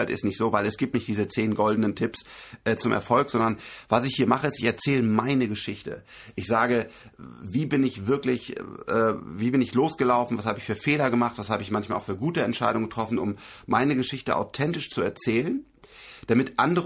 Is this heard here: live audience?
no